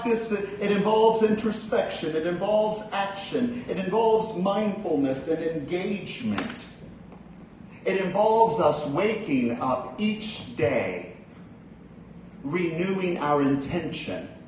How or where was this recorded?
large echoing room